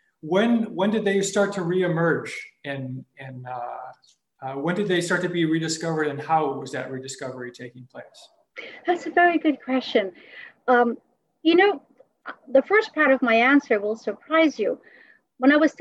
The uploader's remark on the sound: An evening webinar lecture. Part of our summer webinar series on "Reason and Beauty in Renaissance Christian Thought and Culture," presented in collaboration with the American Cusanus Society.